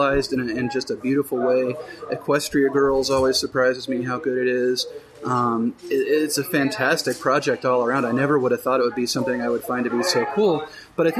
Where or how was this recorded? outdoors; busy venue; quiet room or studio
busy venue